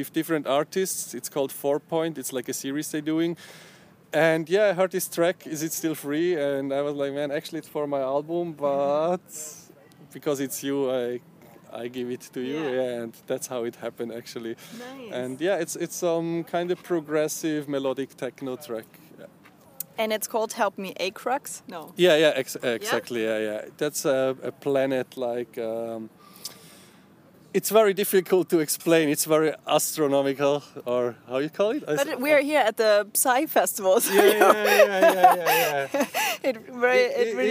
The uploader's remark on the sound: In this podcast interview which was recorded during the Noisily Festival in the UK.